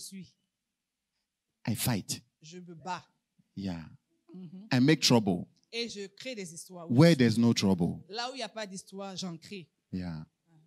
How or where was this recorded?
large echoing room